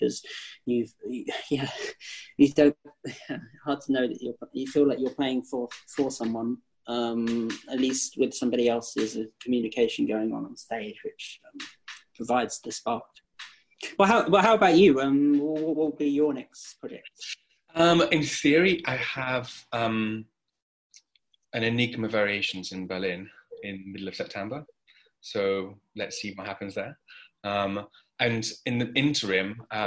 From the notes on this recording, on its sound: Instead, here they meet for the first time, on Zoom.